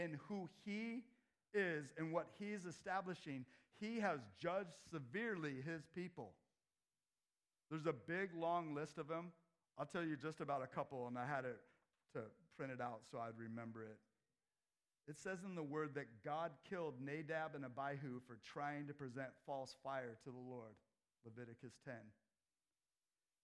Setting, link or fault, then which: setting, large echoing room